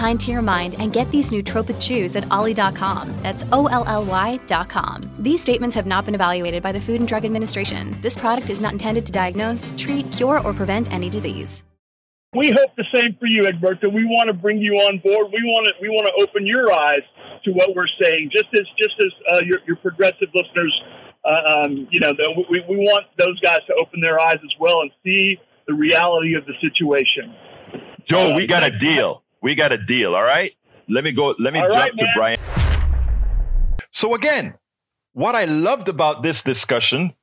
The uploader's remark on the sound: A MAGA Republican called into my Politics Done Right show.